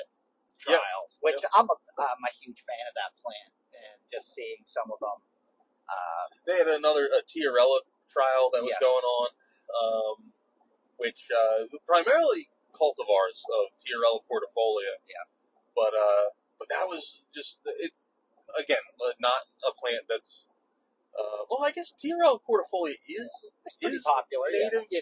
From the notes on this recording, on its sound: record their thoughts on their drive home from Delaware